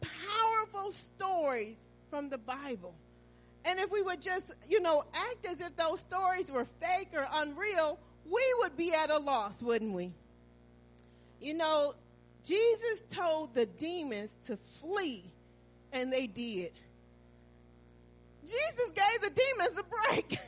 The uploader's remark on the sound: Christmas Worship Service New Life At Calvary Church